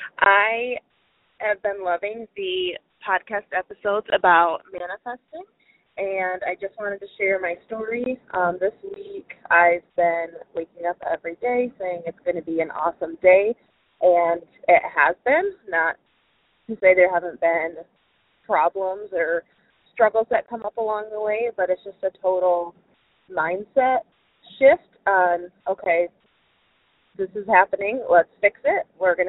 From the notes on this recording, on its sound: Those people in our community who called into the podcast hotline to tell me, to tell us, about their experience with the Ten Dollar Challenge.